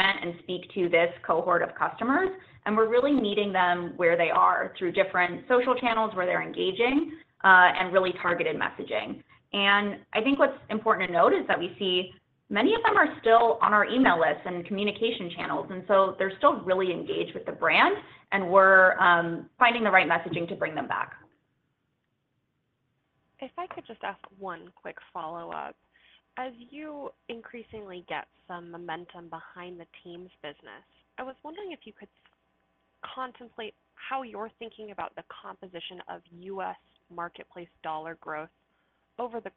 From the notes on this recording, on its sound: Earnings Conference Call